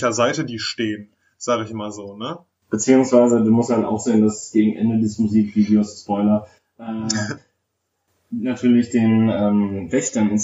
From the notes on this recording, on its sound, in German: technische Schwierigkeiten führten dazu, dass die Audioqualität durchaus Luft nach oben lässt